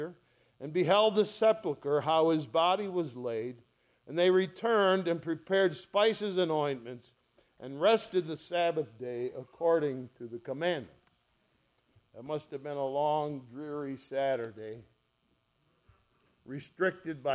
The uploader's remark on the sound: ESCBC Easter Sunrise First Service recorded on 04/09/2023